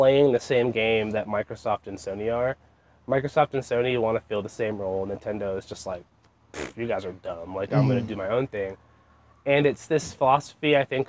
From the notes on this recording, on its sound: Recorded on the street in Somerville.